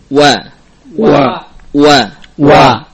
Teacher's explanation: menghimpun bibir atas dan bawah dengan ibqa atau dengan menyisakan celah yang kecil di antara keduanya